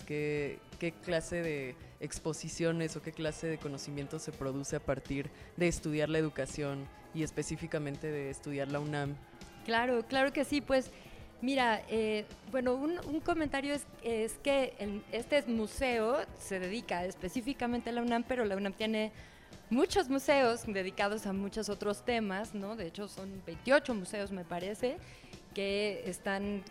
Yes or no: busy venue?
yes